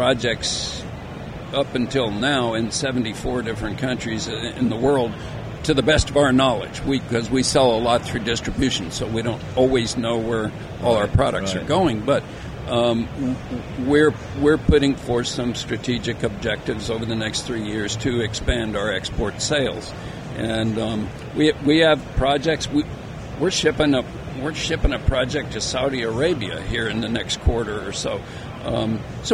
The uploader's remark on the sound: At the recent RE+ Conference in Las Vegas. Join us "on air" during this crazy busy conference.